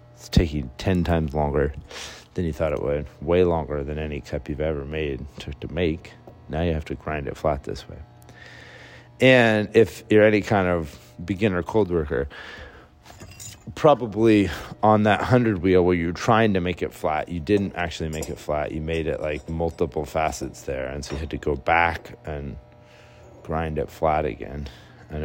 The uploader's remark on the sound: A free podcast from some dude in his car. Sorry about all the car noise, maybe someday I'll have enough time to record this while I'm sitting still.